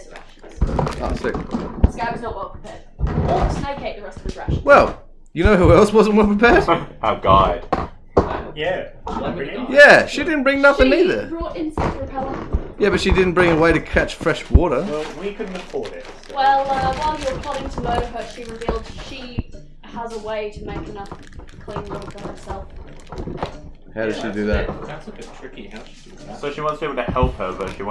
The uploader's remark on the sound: There were several technical difficulties/mistakes during this recording audio quality may be lower